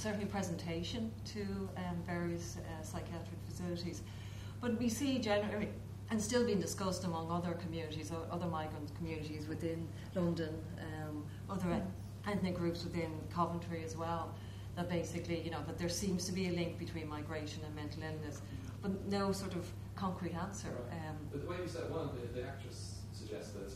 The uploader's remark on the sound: Expert Panel Discussion, filmed Thursday 3 July 2014 at the New Theatre, Dublin.